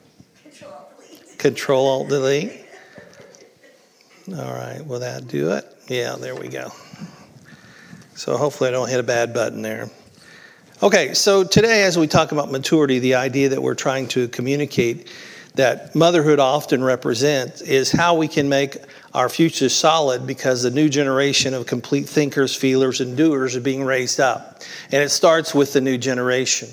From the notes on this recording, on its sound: This was originally recorded at Palestine Church on May 21st, 2023.